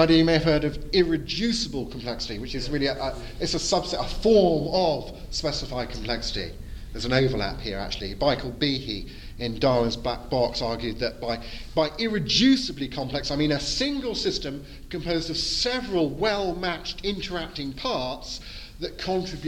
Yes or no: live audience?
yes